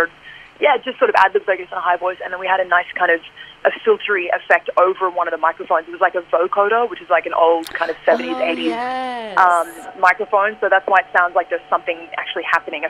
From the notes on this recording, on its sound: got on the Housemates phone line